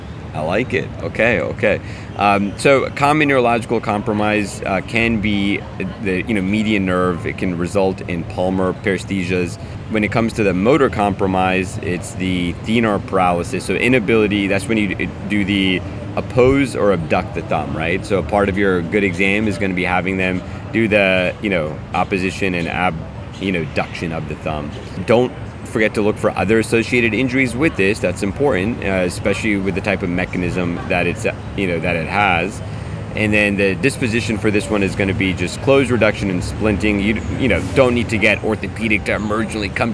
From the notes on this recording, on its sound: Live from SAEM'23! This is their recording from the conference.